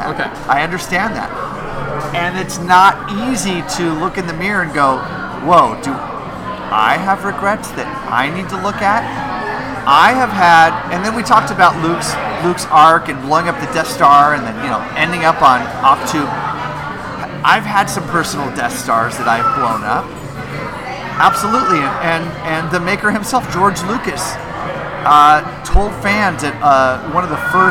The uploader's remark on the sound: LIVE at Barley Forge